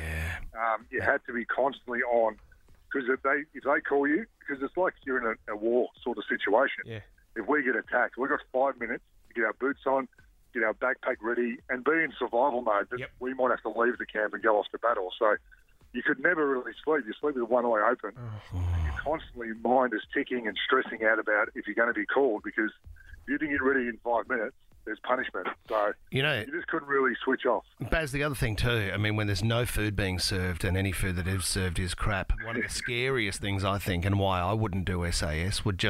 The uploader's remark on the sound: on the phone